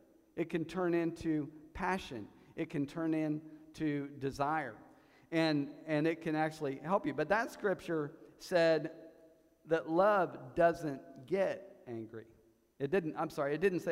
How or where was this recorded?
large echoing room